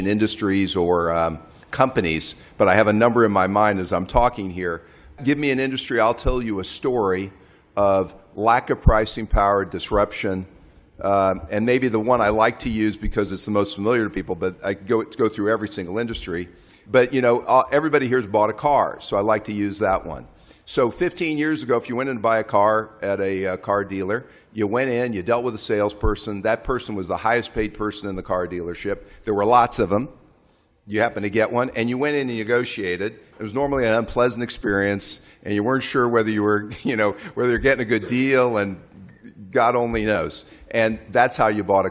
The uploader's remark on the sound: A special episode from the annual meetings of the Fund and World Bank in Washington. On an all-star panel.